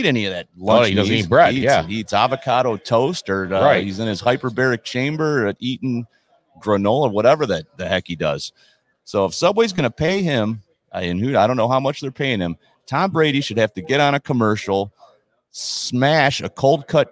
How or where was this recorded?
busy venue